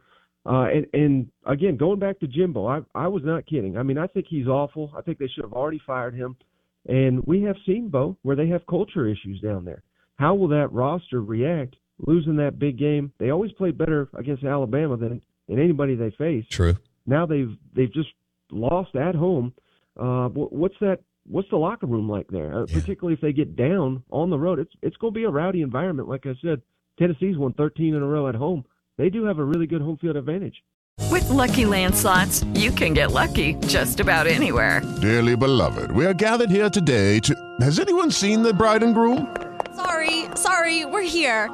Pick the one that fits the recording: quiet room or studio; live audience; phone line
phone line